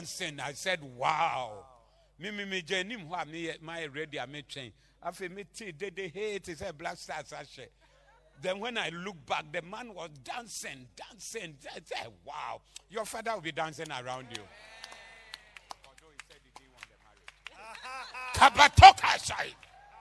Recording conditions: live audience